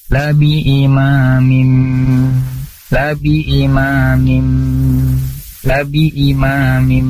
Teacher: jenis tanwin bertemu dengan huruf mim, maka hukumnya adalah idgham bi gunna. Jadi enggak cuma sekedar idgham aja, tapi harus ada gunahnya.